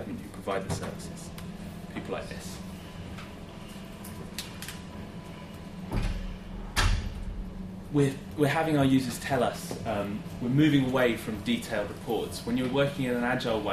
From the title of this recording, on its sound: Friday lunchtime lecture